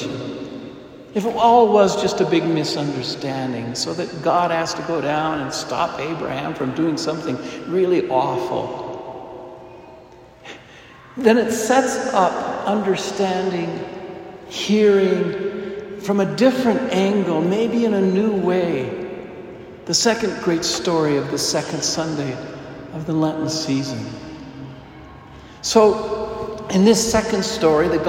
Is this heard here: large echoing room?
yes